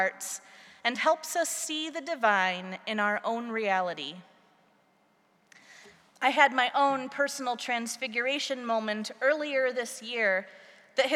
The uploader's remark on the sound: preached at our celebration of the Holy Eucharist on Transfiguration Sunday